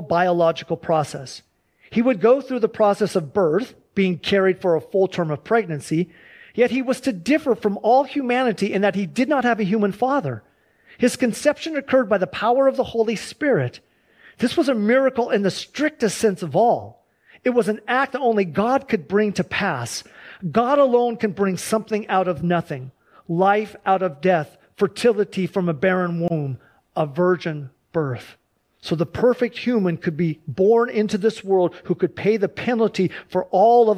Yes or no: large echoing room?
yes